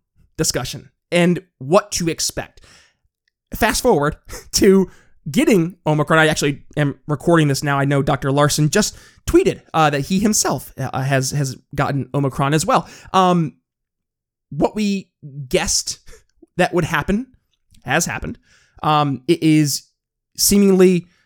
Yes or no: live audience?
no